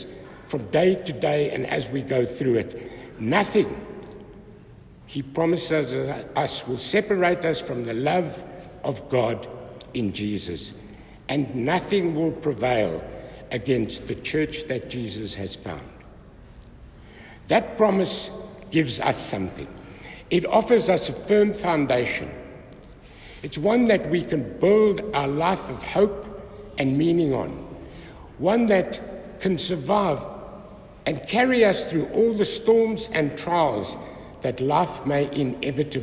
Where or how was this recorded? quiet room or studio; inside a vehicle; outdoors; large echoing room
large echoing room